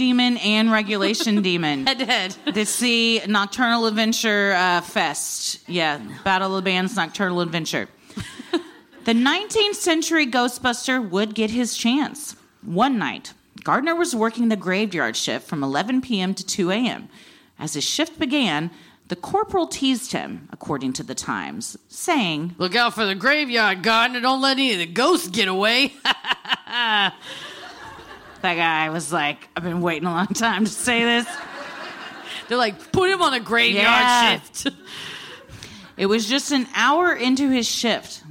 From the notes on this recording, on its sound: Recorded live at City Winery in NYC